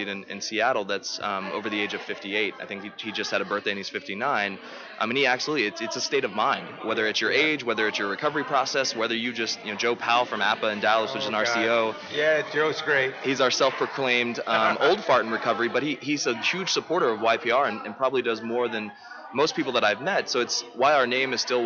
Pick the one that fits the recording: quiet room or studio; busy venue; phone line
busy venue